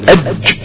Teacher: يعني انت لما تقول الجيم تشد فيها، تغلق المخرج عشان الصوت ينحبس خلفه، وتقوم انت لما تفرج الفرجة دي هي نص الحرف، تبعد بقى اللسان عن منطقة ما يقابله من الحنك عشان الصوت بقى يقوم خارج اللي هو أج، بس هي دي ديبا. · Term: شديدة